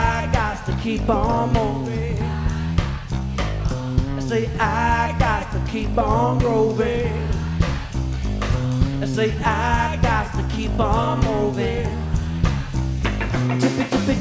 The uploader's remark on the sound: Live at Nashville Sunday Night. By Lightning100.